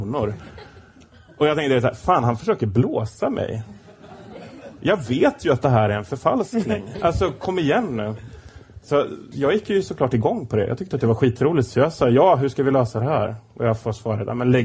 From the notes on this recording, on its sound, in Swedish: Inspelat live på Kägelbanan i Stockholm.